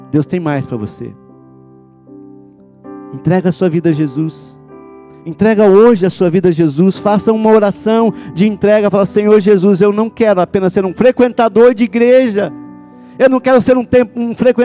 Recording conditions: large echoing room